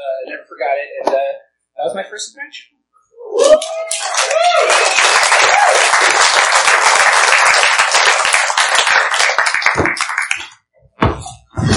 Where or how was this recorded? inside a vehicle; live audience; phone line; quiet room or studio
live audience